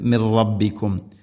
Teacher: റായിനെ കൂടുതൽ റ എന്ന ശബ്ദം വരരുത്